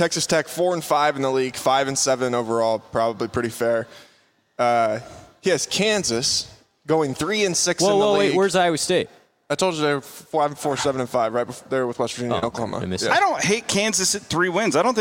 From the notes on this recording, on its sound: Live from Wild Rose Casino in Jefferson. New podcast episode recorded live.